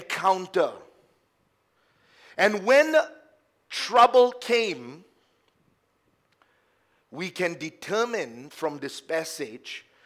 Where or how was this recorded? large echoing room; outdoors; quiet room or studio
large echoing room